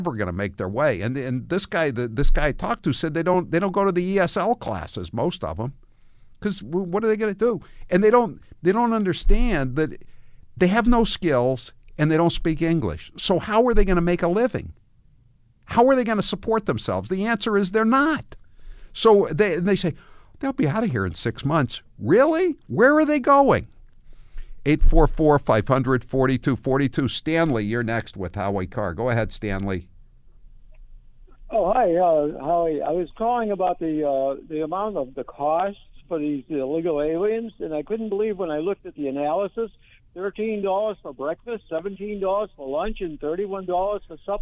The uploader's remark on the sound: The phone lines are flooded with callers